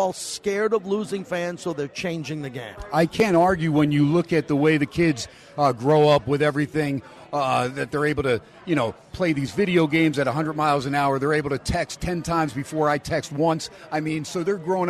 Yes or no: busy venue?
yes